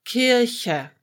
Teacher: the R almost turns into an ach